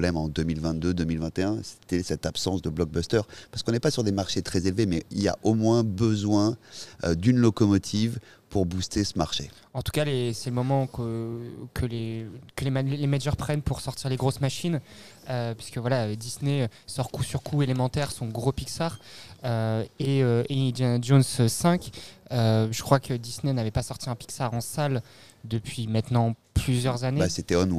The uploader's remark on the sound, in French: Episode enregistré au cinéma Les 7 Batignolles le lundi 5 juin 2023